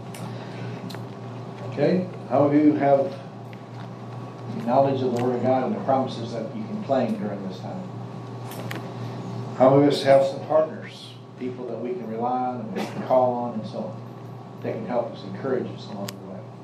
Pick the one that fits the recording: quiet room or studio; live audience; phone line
live audience